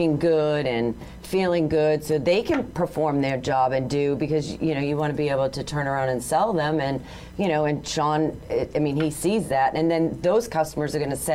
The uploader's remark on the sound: live from a horse show in Pennsylvania